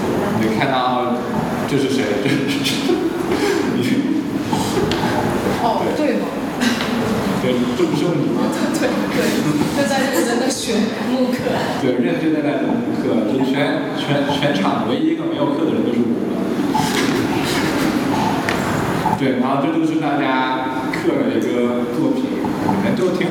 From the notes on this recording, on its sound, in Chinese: 本期是「园游会」展览的开幕分享会录音。